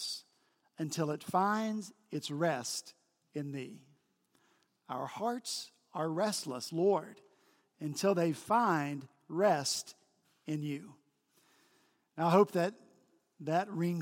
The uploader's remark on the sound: At Redeemer Presbyterian Church in Charleston, SC.